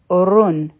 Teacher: په را باندې تنوین دی ډبل پی خونه دی نو دا را به غټه ویلی کیږي